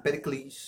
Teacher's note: o acento é no, na última sílaba